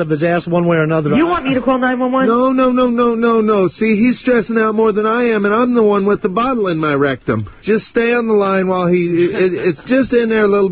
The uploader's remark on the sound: Prank Phone Calls Collection